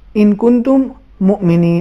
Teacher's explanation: اگر میم ساکن کے بعد ایک اور میم استعمال ہو کہ جو متحرک ہو، اس پر کوئی حرکت ہو، زبر، زیر یا پیش، تو اس صورت میں میم ساکن کو حذف کر کے ہم مشدد میم کو، یعنی دوسرے میم کو تشدید کے ساتھ ادا کریں گے · Term: ادغام